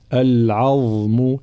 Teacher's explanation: ضاء مشالة مخرجها طرف اللسان مع أطراف الثنايا العليا